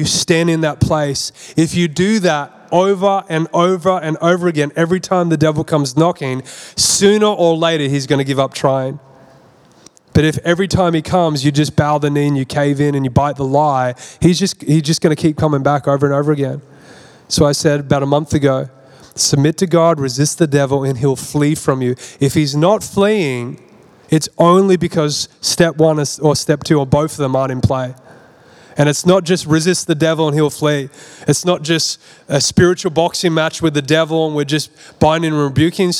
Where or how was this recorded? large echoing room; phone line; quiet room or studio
large echoing room